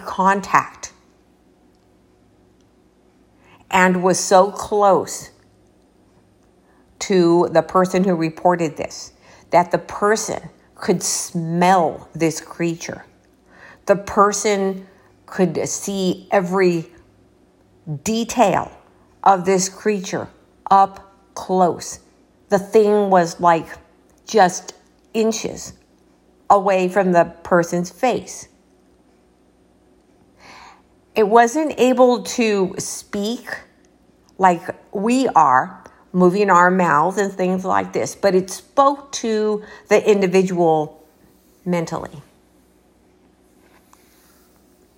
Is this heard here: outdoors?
no